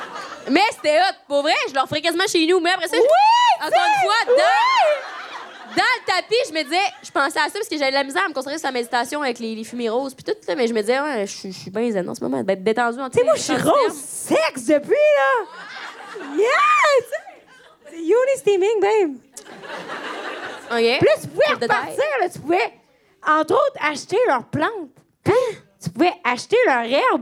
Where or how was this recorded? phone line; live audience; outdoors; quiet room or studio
live audience